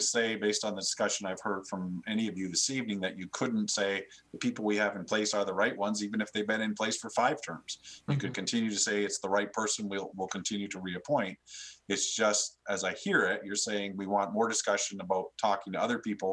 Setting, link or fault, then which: link, video call